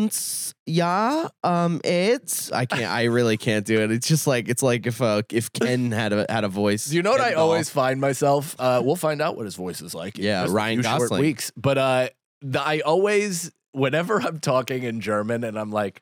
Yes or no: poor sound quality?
no